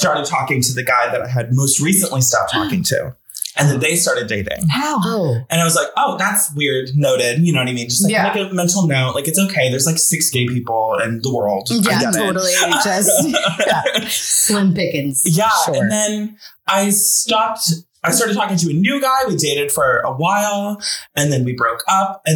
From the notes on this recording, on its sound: Apologies in advance for the echo-y audio...we're learning over here.